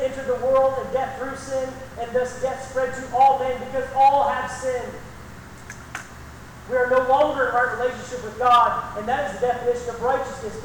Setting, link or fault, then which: fault, poor sound quality